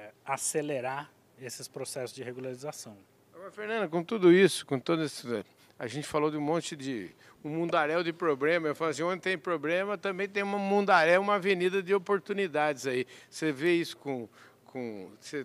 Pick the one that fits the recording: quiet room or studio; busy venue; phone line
busy venue